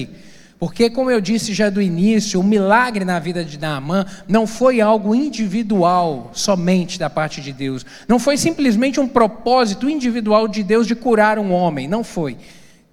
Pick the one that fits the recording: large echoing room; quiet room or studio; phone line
large echoing room